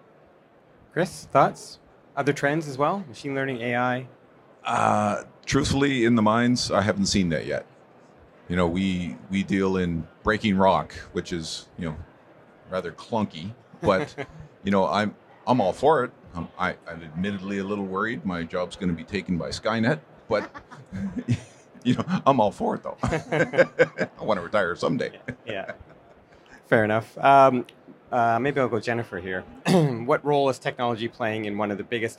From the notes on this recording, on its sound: Recorded live from the trade show floor at PDAC 2023.